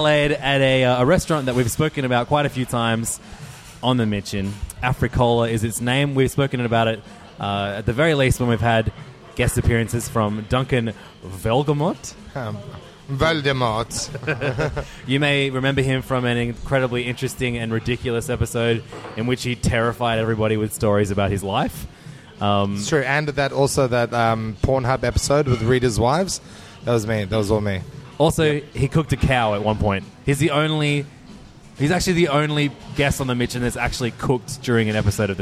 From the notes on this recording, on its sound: While in Adelaide. At the blazing hot African restaurant Africola and recorded an episode.